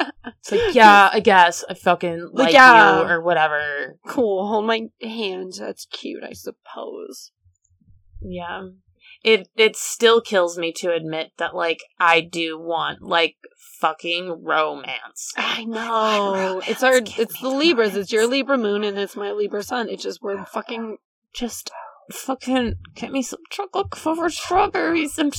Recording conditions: sounds in the background